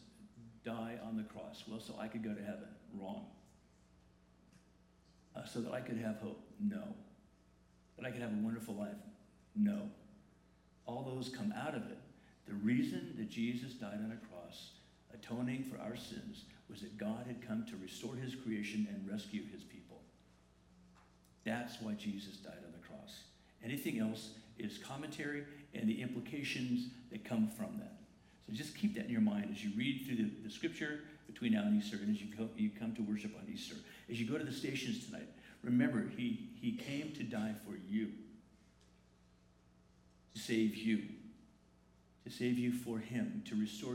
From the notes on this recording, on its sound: The following is a recording of the Good Friday Family Service on Friday, April 19, 2019 at La Jolla Community Church.